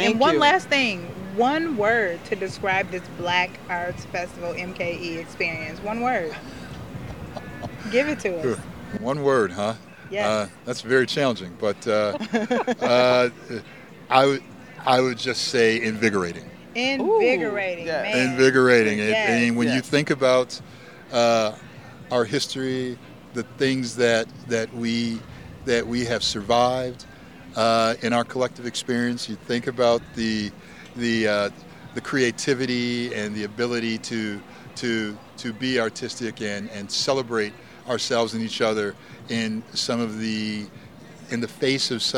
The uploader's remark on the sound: Black Arts Fest MKE 2022. Exposed The Podcast traveled the Summerfest Grounds collecting live audio footage from several vital participants.